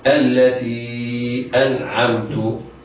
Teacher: مد منفصل يمد مدا جائزا بمقدار أربع حركات هكذا